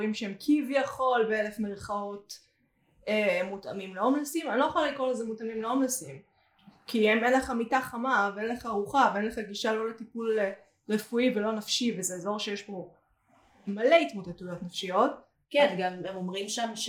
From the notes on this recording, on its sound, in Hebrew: הפרק הוקלט בתנאים לא מדהימים ולכן סובל מבעיות סאונד בהתאם